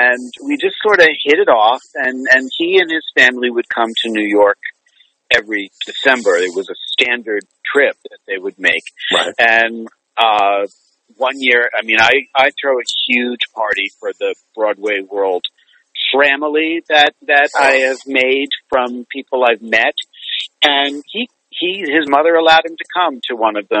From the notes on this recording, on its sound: spent some time with me on the phone